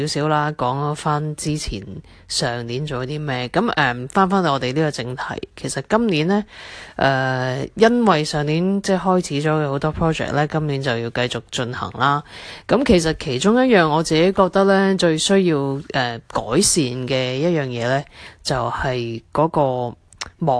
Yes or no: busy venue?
no